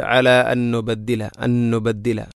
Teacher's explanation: ഒന്നാമത്തെ നൂനിനെ രണ്ടാമത്തെ നൂനിലേക്ക് ഇദ്ഗാം ചെയ്യുന്നു